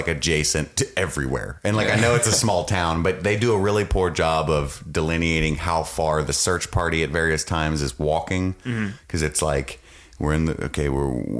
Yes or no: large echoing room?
no